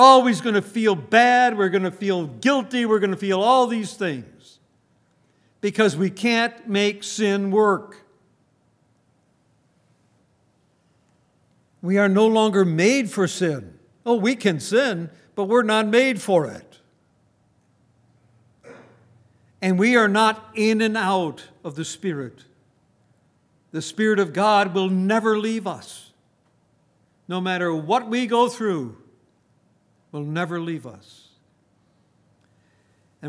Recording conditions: large echoing room